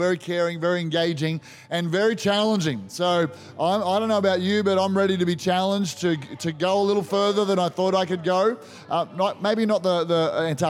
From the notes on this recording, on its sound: This was recorded in our 5pm service on Sunday.